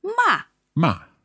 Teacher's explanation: the fourth tone is sharply down.